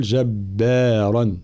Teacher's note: في قوله تعالى ولم يكن جبارا عصيا، الانتباه إلى التفخيم والترقيق، عنا الراء مفخمة في كلمة جبارا، بقية الحروف مرققة، فلا نقول جبارا لا، بل نقول جبارا هكذا.